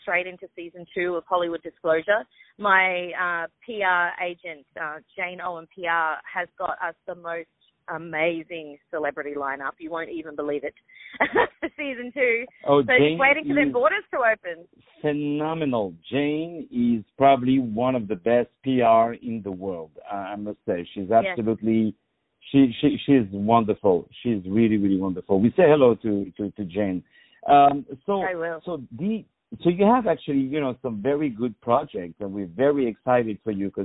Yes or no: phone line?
yes